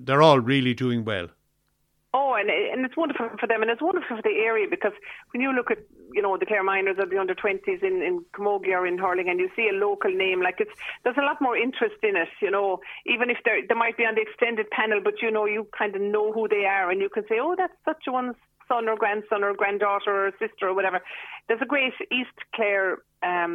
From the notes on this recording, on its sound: joined the phone by Scariff correspondent